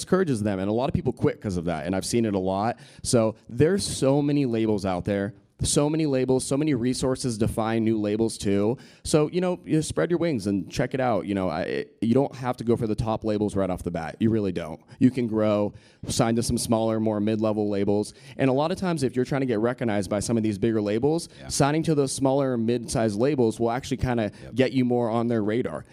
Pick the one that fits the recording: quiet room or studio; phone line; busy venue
busy venue